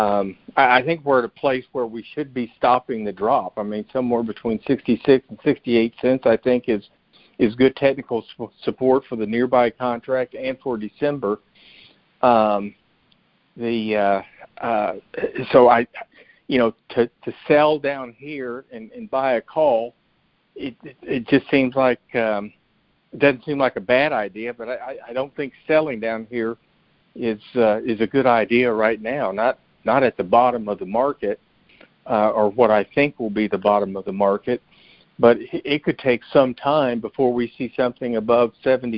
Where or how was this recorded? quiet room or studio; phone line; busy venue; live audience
phone line